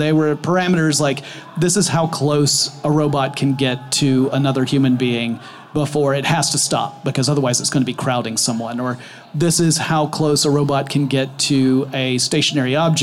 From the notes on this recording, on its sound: Live from inside a Mazda CX-30 at the Los Angeles Auto Show